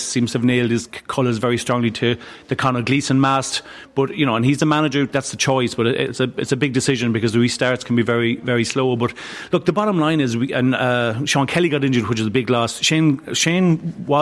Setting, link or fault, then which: setting, busy venue